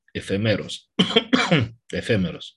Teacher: Deci P a fost aspirat din cauza spiritului aspru.